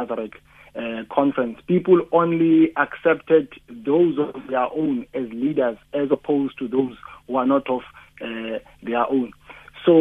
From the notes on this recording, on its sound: we are joined on the line